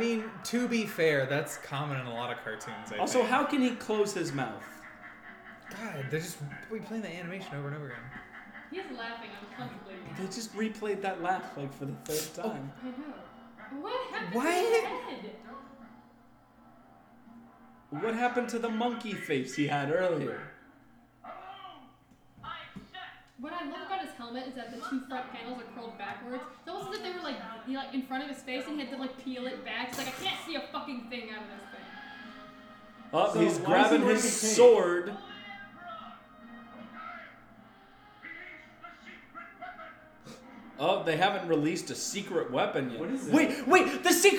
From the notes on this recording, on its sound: terrible audio mixing